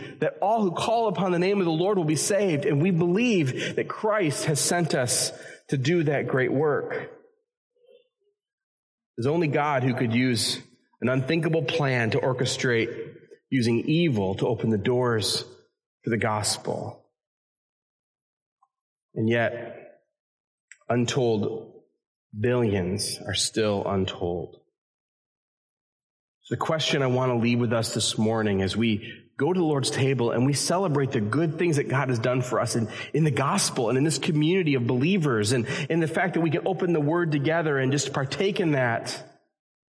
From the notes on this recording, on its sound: A message that was originally preached at Community Evangelical Free Church in Harrisburg, Pa. This episode features a message that was originally preached at Community Evangelical Free Church in Harrisburg, Pa.